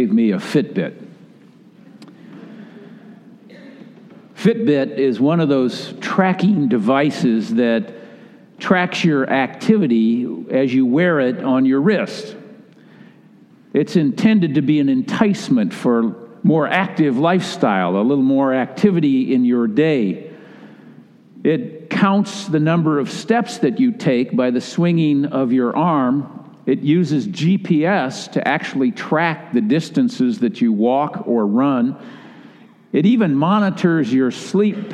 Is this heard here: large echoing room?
yes